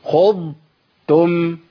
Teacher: يبقى انا لساني ما لمسش في مخرج التاء وانا بجيب الضاد، لازم افصل بين المخرجين